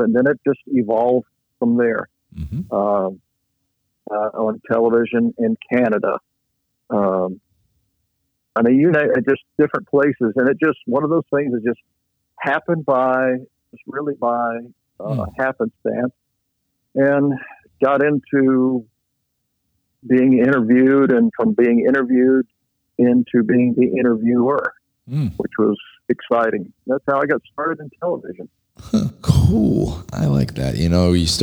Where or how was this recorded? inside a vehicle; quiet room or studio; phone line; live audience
phone line